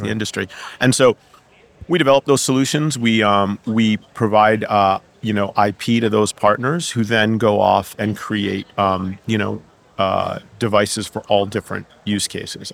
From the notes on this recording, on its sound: We are live from #MWC24 (Mobile World Congress 2024), direct from the Expo floor.